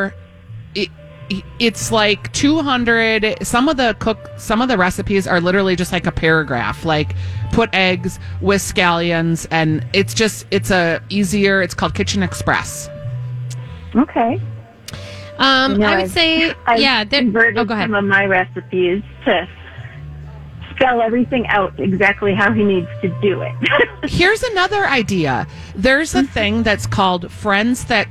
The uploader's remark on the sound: broadcasting live at Southern Lights